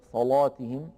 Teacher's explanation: وعلى رواية ورش صلاتهم بتفخيم اللام